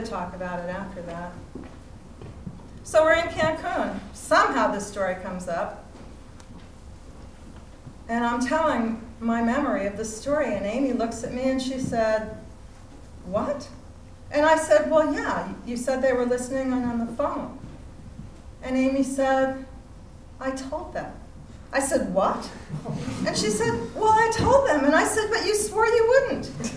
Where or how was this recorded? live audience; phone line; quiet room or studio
live audience